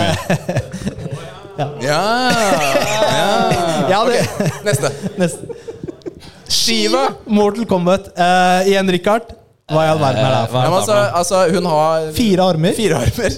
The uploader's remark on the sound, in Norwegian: Mai hadde vi LIVE SHOW på Tilt i Oslo sammen flere andre spillpodcaster! Vi kjørte mer show enn podcast, men lanserer uansett opptaket til de som ikke var der.